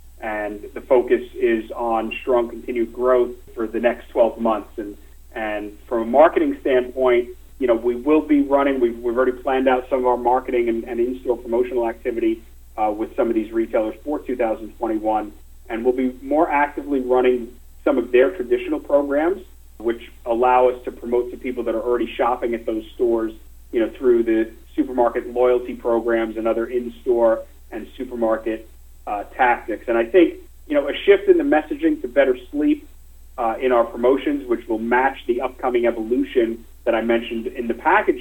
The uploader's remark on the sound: Nightfood Investor Conference Call for October 28, 2020 (NGTF).